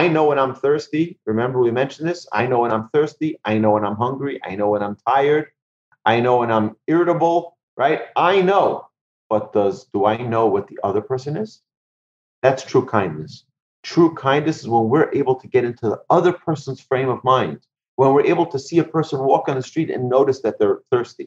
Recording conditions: video call